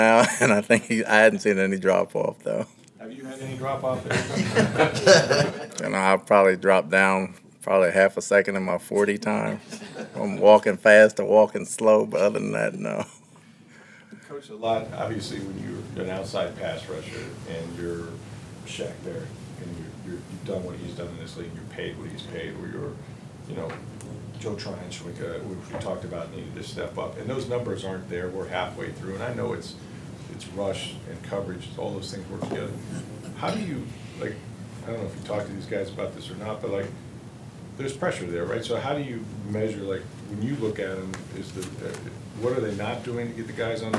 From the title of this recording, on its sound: Press Conference